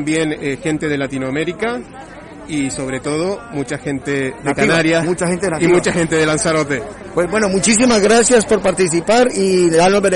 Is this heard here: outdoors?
yes